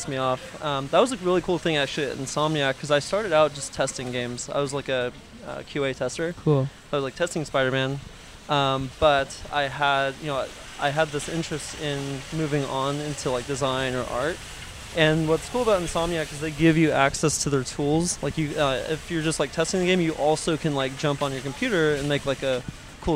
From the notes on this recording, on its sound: Recorded in front of the Atwater Village Costco in Los Angeles.